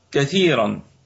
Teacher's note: الكلمة كلها مرققة مع حرف الراء